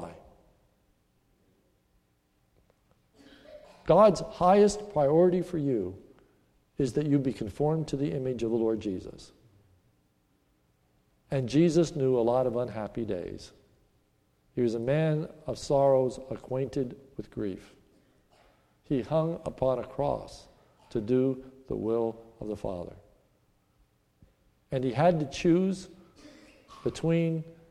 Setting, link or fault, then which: setting, large echoing room